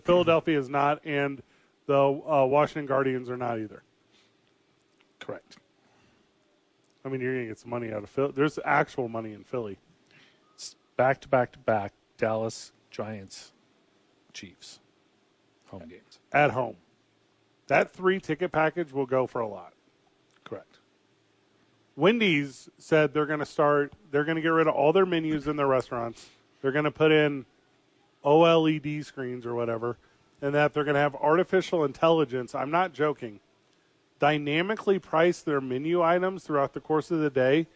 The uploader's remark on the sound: live at The Dukes Store